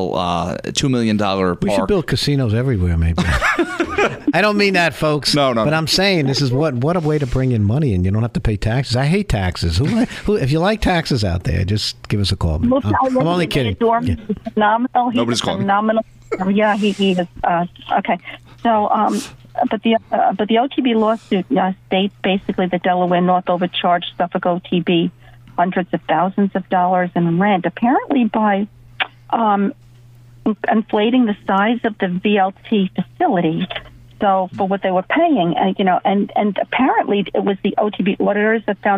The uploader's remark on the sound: On 103.9FM LI News Radio. Taking your calls live on air.